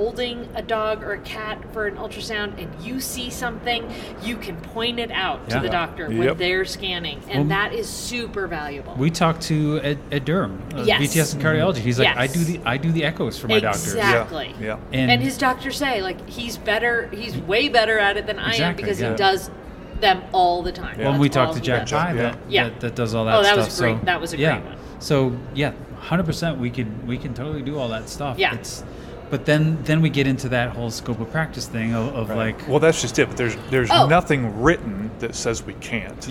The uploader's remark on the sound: We recorded it LIVE with her at IVECCS in Denver last month! You'll hear some different sounds as we were literally in a hallway and a couple people stopped by the table to say "hi" not realizing we were recording!